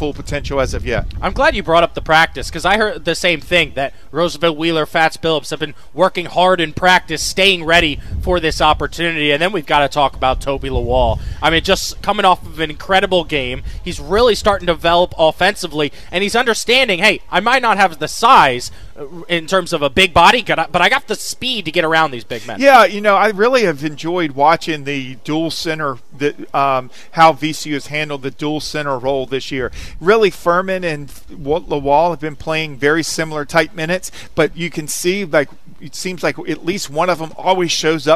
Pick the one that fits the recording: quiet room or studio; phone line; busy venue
busy venue